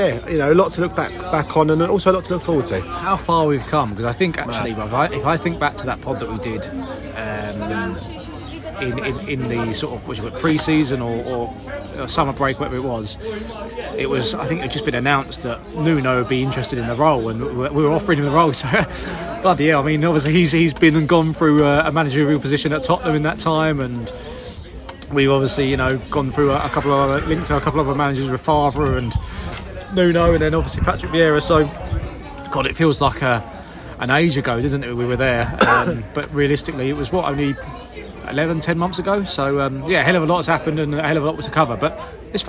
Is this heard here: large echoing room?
no